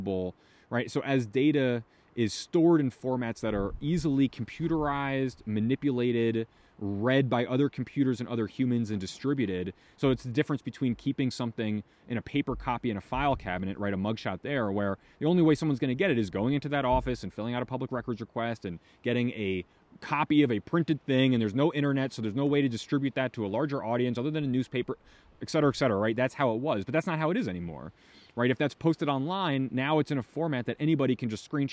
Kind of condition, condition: setting, outdoors